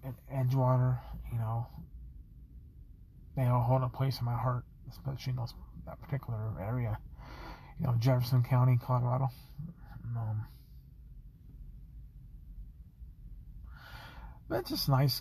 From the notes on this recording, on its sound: Recording at Parfet Park in Golden, Colorado. Recorded in my car.